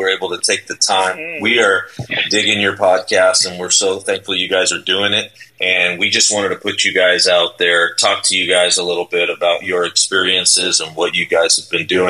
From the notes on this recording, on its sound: Our apologies in advance for the poor audio content. We were out of town and were having all kinds of internet and technical issues.